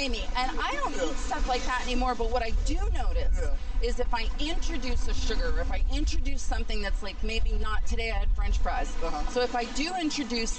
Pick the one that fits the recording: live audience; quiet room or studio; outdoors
outdoors